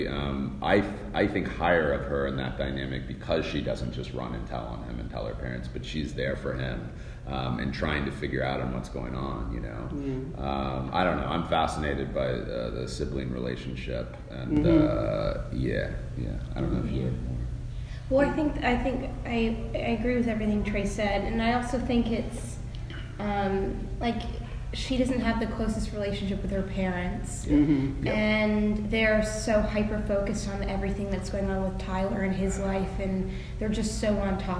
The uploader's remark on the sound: At the 2019 Middleburg Film Festival.